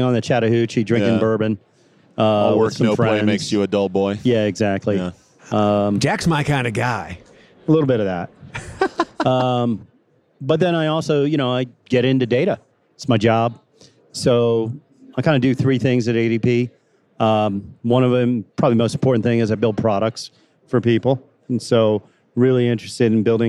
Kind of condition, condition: setting, live audience